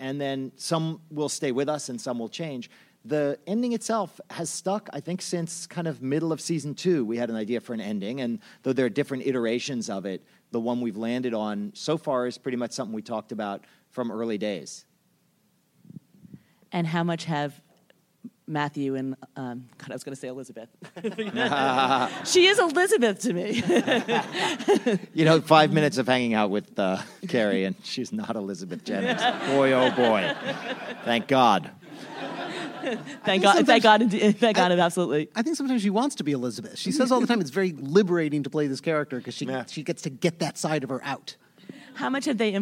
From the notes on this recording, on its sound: Recorded at ATX Television Festival